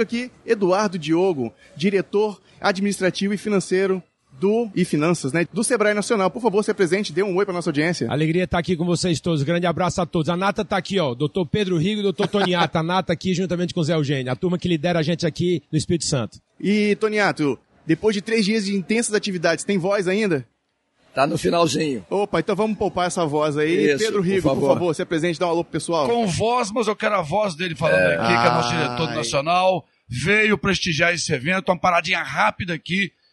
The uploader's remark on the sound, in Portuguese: Podcast gravado no evento "Sebrae - Circuito Startup Summit Espírito Santo"